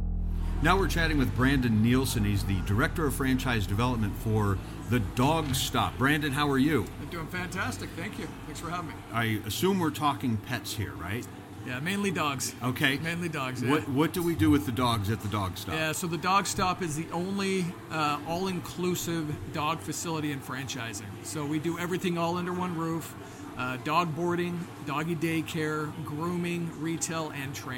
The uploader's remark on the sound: IFE Unplugged: Live from New York in The Podcast Zone. Recorded LIVE in the Podcast Zone at The International Franchise Expo 2023 in New York.